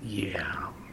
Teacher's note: the optional unreleased final bilabial stop is like, yeah.